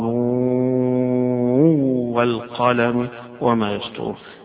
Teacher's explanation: إدغام النون في الواو